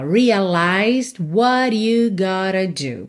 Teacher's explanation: A gente não ouve o D de realized